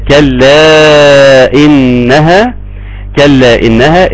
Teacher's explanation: ان بيحصل مد منفصل، لازم اربع حركات وخمس حركات نحافظ عليه